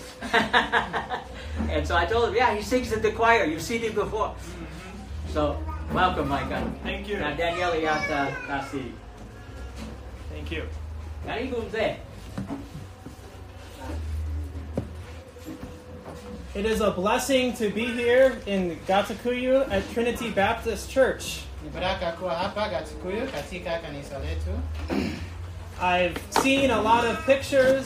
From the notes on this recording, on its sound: This live message was preached on 19th February 2023. From Mukwonago Baptist Church in Wisconsin.